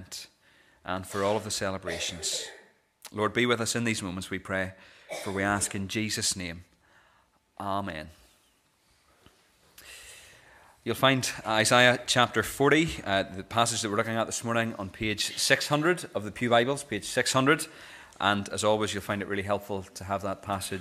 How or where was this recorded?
large echoing room